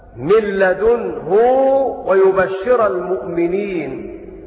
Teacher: ابن كثير يشبع هاء الضمير فيقرأ هكذا من لدنه ويبشر المؤمنين.